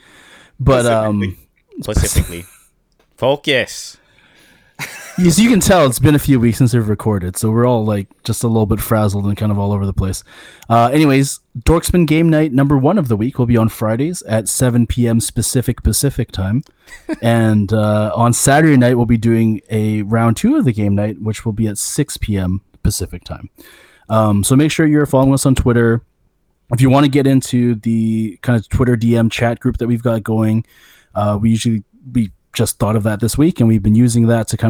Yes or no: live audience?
no